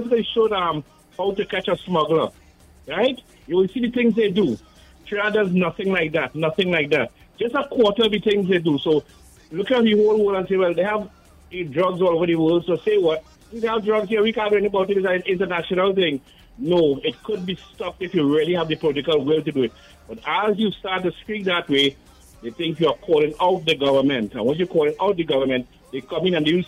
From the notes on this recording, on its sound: we take more calls from the audience